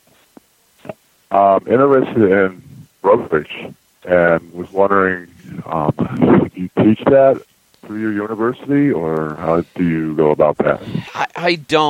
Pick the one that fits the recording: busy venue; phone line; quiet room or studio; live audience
phone line